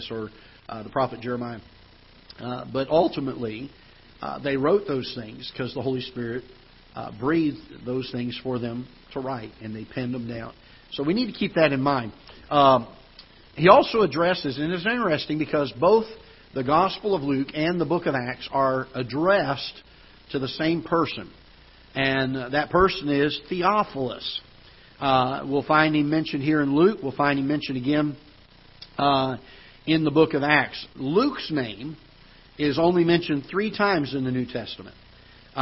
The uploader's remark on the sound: Ketha Heights Baptist Church ~ Live Broadcast